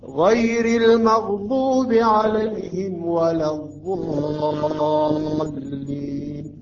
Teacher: ننتقل بسرعة من مخرج الميم الساكنة إلى حرف الواو · Term: أشد إظهار